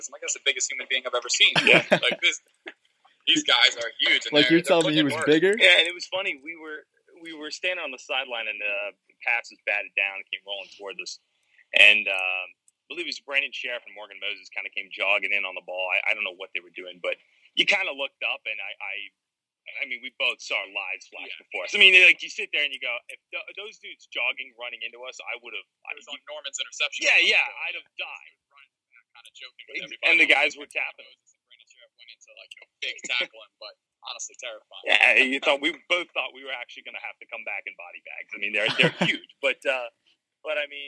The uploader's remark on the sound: Live from day one of Redskins training camp. Called in from Redskins training camp, as spectators.